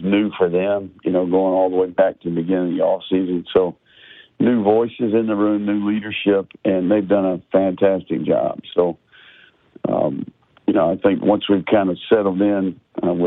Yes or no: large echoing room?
no